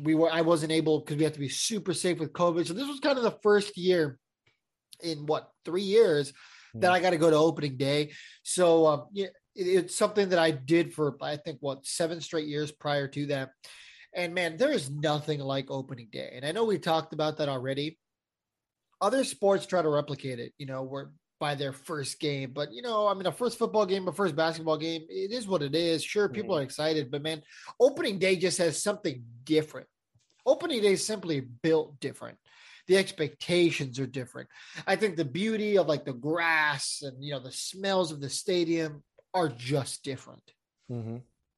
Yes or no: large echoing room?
no